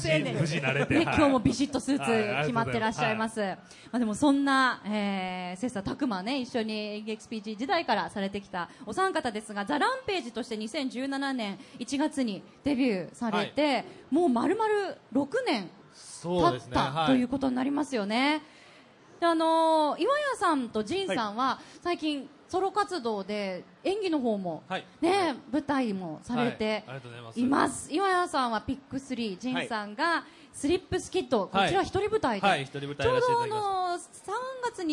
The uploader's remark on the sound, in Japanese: 大阪・松原市での公開録音